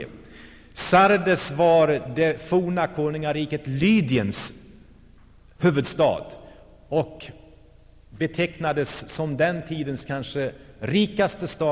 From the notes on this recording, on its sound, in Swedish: Inspelad i Saronkyrkan, G&#246;teborg 1984-11-18.